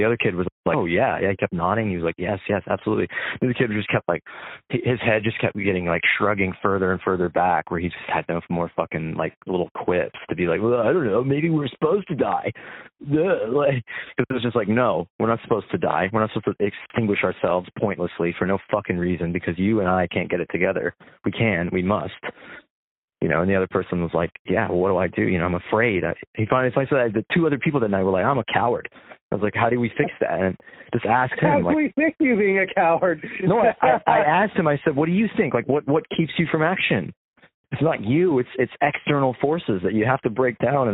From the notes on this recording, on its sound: An impromptu call.